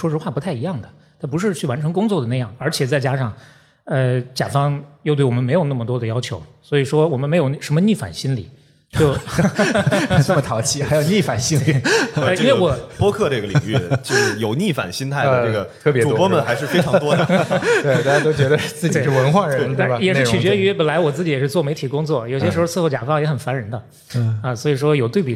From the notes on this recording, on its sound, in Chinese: 本期节目是在刚刚过去的2023年CPA中文播客节创作者日活动的一场live录制。下面就让我们进入这期线下录制的精彩节目吧！